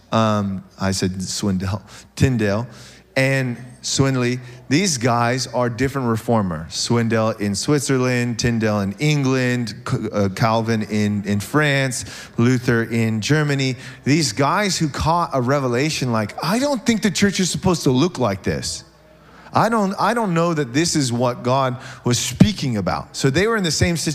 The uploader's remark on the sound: SOZO Church, Belfair Washington